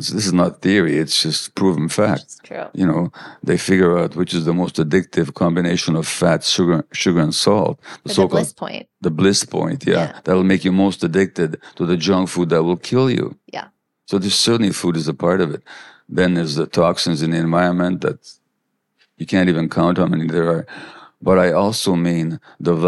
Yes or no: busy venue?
no